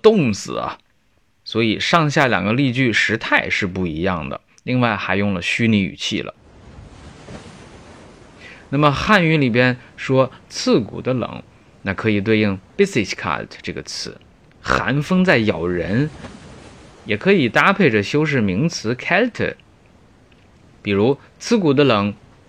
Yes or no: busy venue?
no